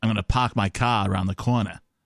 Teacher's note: here in the Northeast, the traditional accent is like almost removing like the R's and stuff.